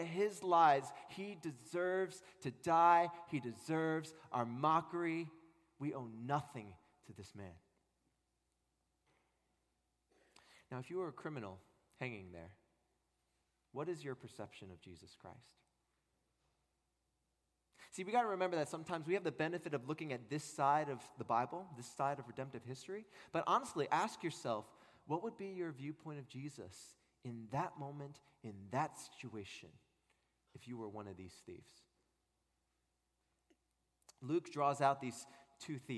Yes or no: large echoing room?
yes